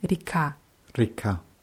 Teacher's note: wird mit je geschrieben zwischen R und K, wird aber eher wie I ausgesprochen, weil wir das A betonen.